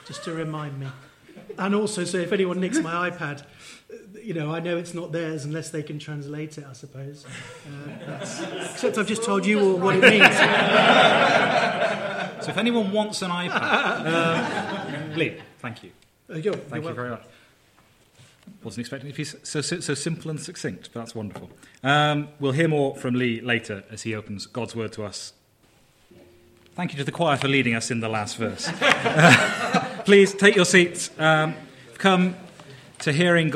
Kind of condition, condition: setting, live audience